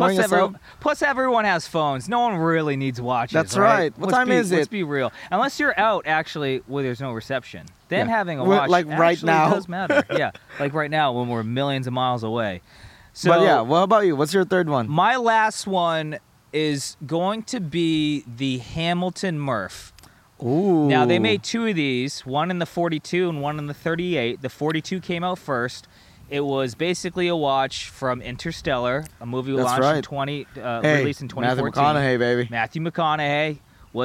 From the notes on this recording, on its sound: Decide to go camping. While getting caught in a hailstorm the evening. Surviving a hailstorm in a tent. In the middle of a the storm.